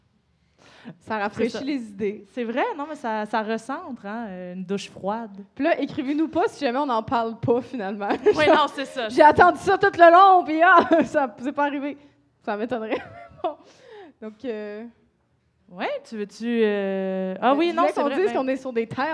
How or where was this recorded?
live audience